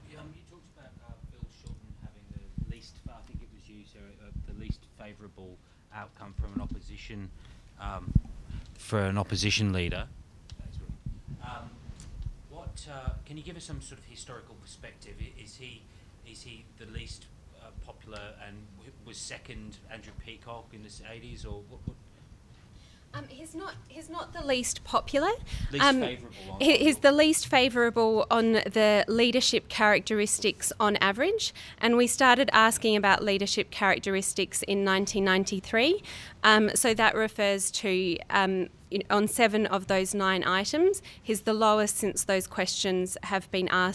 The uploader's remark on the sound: live from Parliament House